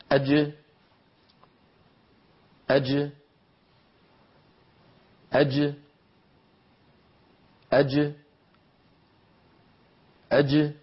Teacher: الجيم تخرج بتباعد وسط اللسان عما يحاذيه من الحنك الأعلى دون أن يصاحب ذلك، واللوحة ما زالت أمامكم، دون أن يصاحب ذلك ابتعاد الأسنان السفلى عن العليا، يعني لا يبتعد الفكان.